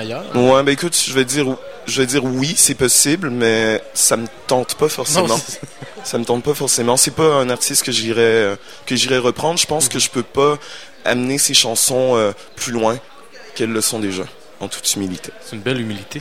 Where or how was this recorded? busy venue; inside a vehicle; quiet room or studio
busy venue